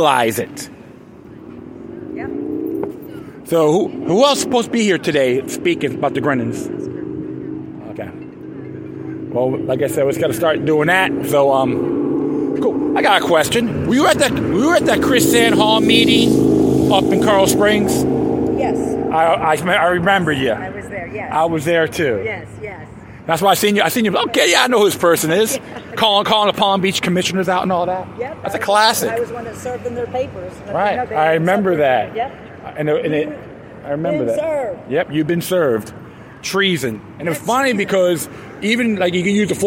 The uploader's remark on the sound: Free The Grenons Protest in Miami, Florida {Live Feed}.